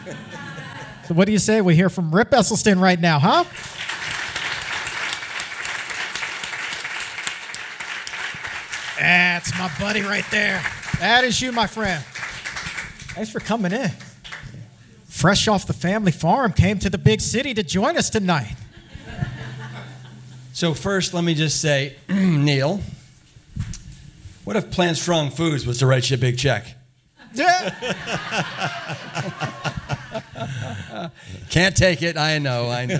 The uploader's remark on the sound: Exam Room LIVE in New York. The Exam Room LIVE hits the stage in New York!